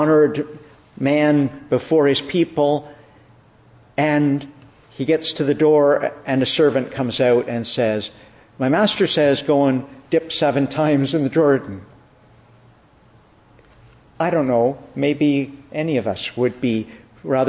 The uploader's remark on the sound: Evening Service. Preached at Evening Prayer in the Annunciation of the Blessed Virgin Mary, Ottawa.